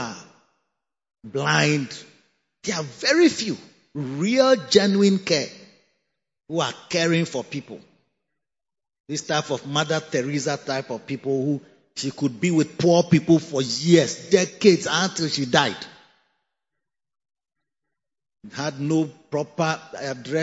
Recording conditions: large echoing room